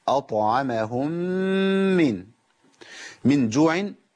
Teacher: ادغمت الميم الساكنه في الميم المتحركه فشددت الميم · Term: ادغام